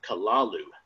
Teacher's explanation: with the first syllable pronounced gutturally and very thickly. The U is about like that in full, with the first syllable not unlike Kalu in the sound, hence the H represents guttural thickness.